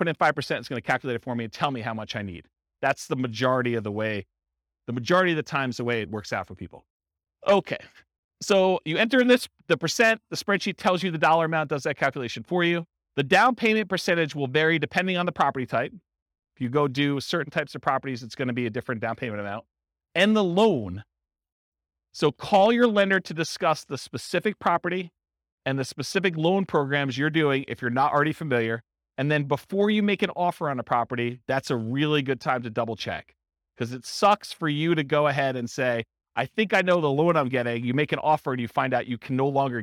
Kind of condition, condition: setting, live audience